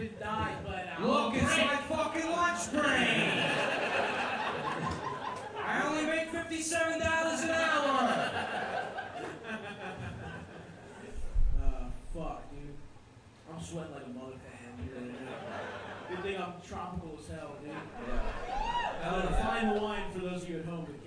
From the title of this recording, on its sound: Live show